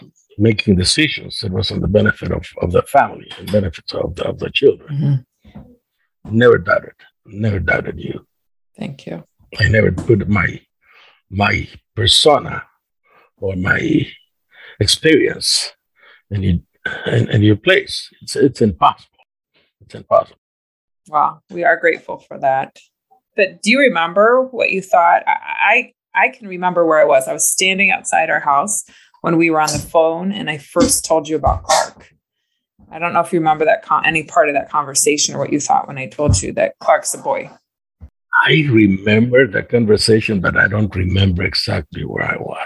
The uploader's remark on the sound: This episode was recorded remotely and although sound quality is not optimal